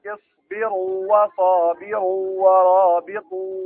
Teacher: فالواو المادية لا تدغم في الواو التي بعدها